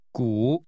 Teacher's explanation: The word that means ancient city is pronounced with a falling, rising tone. 古。 And a rising tone.